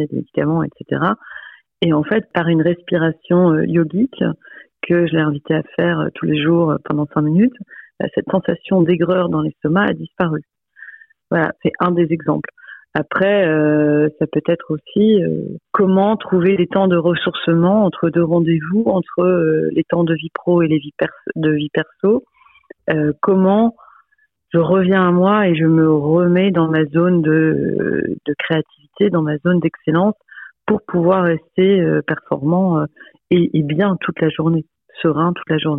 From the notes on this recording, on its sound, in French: C’est par téléphone, qu’elle nous partage son expérience et ses enseignements.